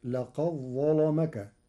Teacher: لقد ظلمك، قرأ ورش كلمتي لقد ظلمك بإدغام الدال في الظاء، فتصير لقد ظلمك مع تغليظ اللام لوقوعها بعد الظاء المفخمة